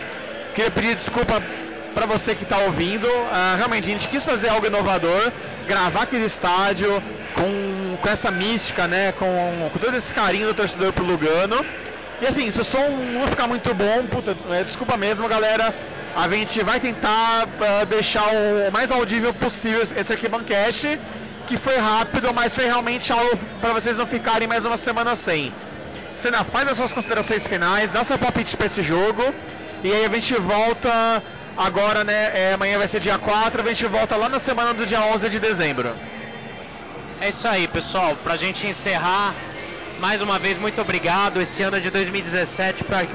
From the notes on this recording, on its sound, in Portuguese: Primeiro episódio gravado diretamente das arquibancadas do Morumbi!